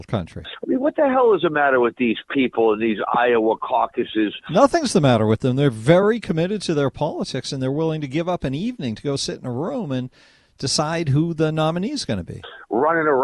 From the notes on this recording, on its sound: we take phone calls - for the entire hour!